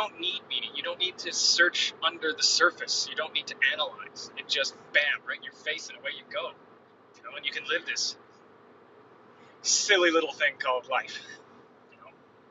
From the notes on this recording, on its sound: What’s with the Rumble strips?! I’m on the road. Sorry about the noise.